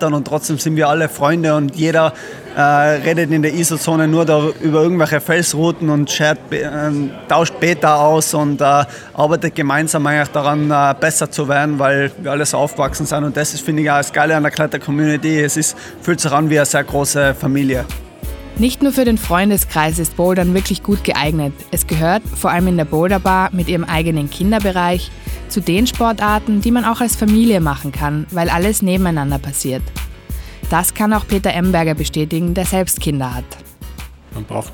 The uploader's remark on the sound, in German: Im Rahmen der LaSportiva Climb World Tour waren wir in der Boulder Bar in Wien. Wurde im Rahmen der Climb World Tour in Wien aufgenommen.